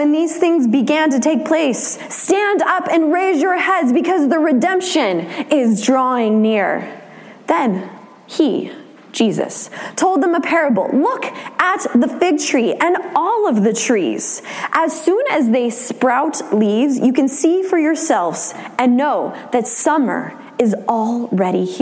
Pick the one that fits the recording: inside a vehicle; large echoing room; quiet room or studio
large echoing room